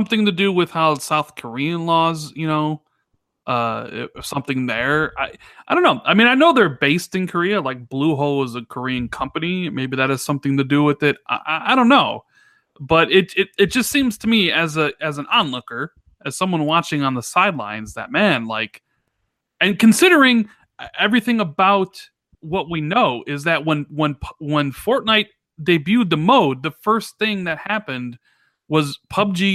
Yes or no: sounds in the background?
no